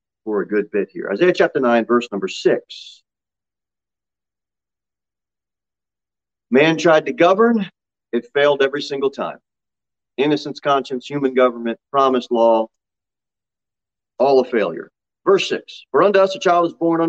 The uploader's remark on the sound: Sermon delivered at Pilgrim Baptist Church on Sunday, May 15, 2022 at 6 pm. Jere Whitson Rd.